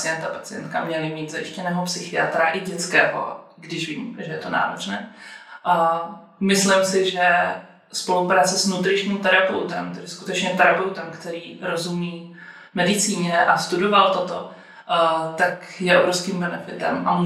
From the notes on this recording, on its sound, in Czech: Doufáme, že nám prominete trochu slabší zvuk.